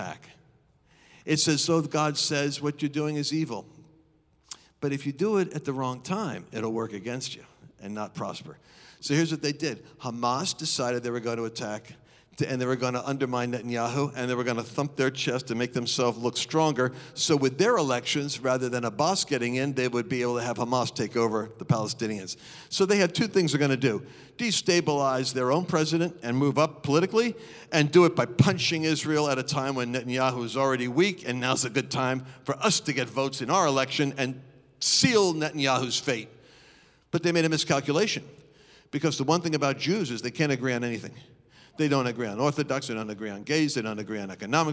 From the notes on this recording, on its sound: Recorded live on 5/23/21.